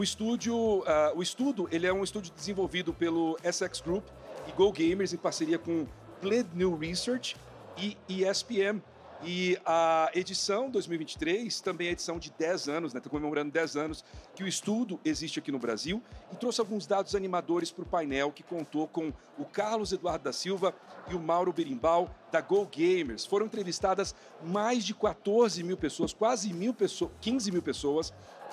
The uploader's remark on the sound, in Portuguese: Diretamente do palco The Enemy by TNT no BIG Festival 2023. No maior festival de games da América Latina.